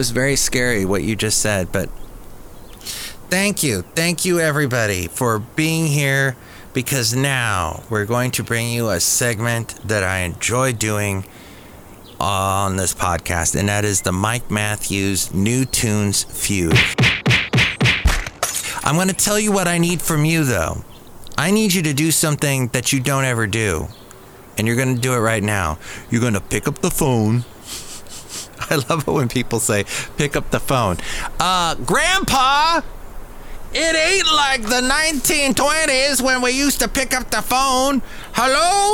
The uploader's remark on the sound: podcasts live from Cafe Anyway